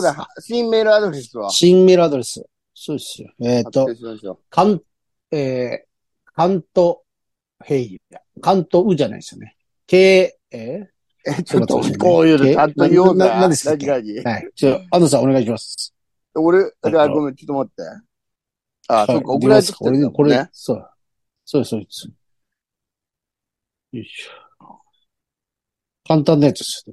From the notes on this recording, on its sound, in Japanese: ZOOMで収録